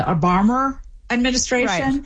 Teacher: And so Obama and administration, you have an O and then an A. And so it's kind of inserted there as if there were an R because it's sort of misanalyzed as having one. · Term: linking R